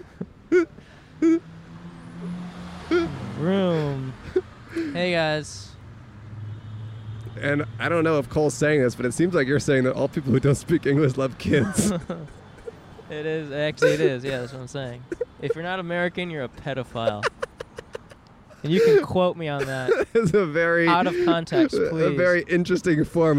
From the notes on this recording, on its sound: Recorded on Hill Street in Downtown Los Angeles.